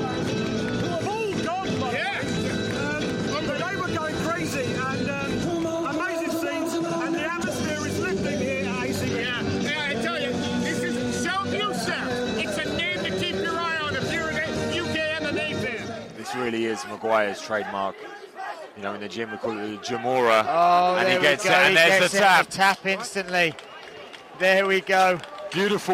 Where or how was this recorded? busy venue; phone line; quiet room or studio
busy venue